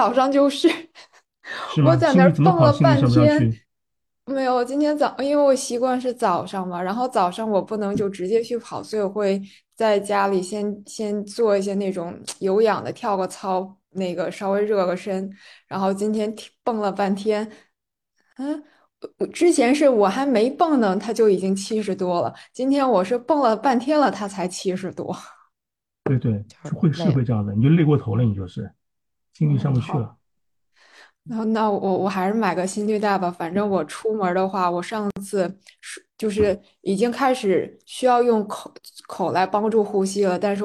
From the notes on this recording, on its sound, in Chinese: 第一次线上录制